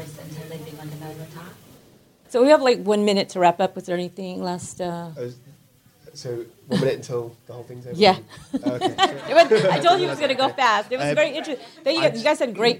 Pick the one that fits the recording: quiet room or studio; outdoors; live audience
live audience